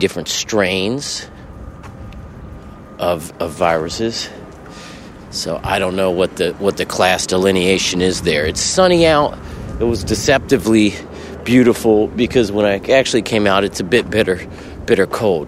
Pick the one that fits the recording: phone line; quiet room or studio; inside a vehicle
inside a vehicle